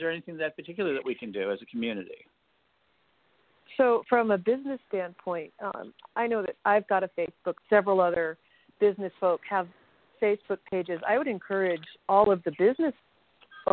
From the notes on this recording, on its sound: We are a call-in show and will be talking with merchants and others who have knowledge of the impact.